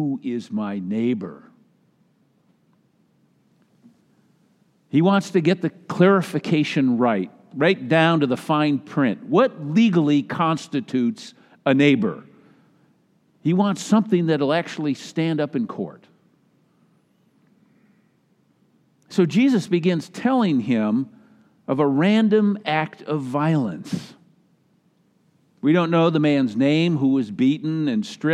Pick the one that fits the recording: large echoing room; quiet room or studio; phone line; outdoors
large echoing room